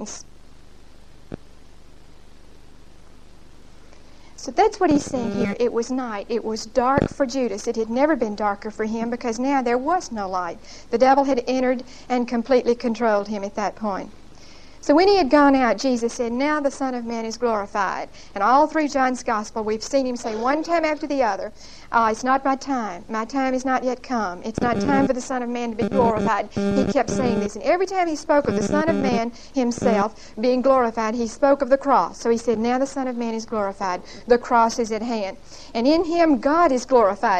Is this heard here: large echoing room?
yes